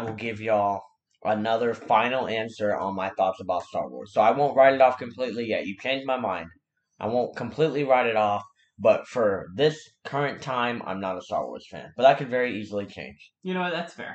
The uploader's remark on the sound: I'm so sorry about the audio in this one!